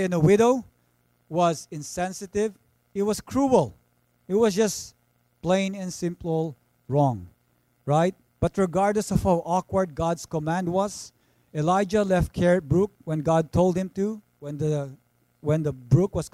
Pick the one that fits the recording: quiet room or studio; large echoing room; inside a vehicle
large echoing room